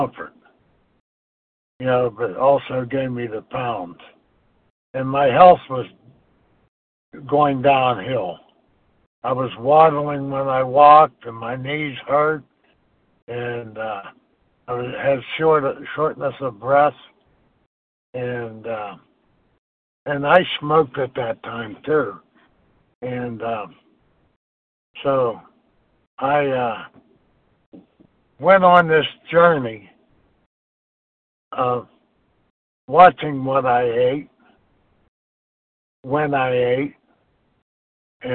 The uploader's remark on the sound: from the 100 Pounders Phone Meeting